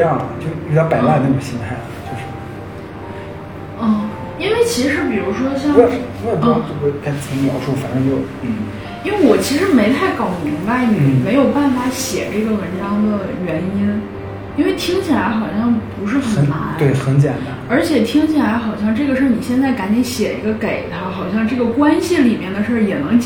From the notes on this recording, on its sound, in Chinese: 房间空调声音很大…所以有杂音，收听请适当调整音量。